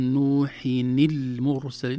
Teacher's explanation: لو لم نحركها للكسر، إذا التقى ساكنان نحرك الأول غالبا، أو نحذفه لو كان حرف مد مثلا في السماوات في الأرض، لكن هنا يعني كسرنا نون التنوين بدلا من سكونها لالتقاء الساكنين، فنقول نوحين المرسلين.